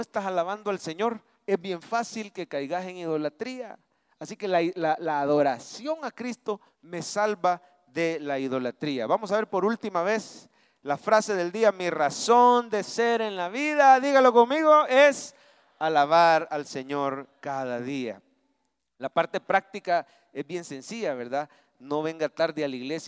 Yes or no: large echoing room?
yes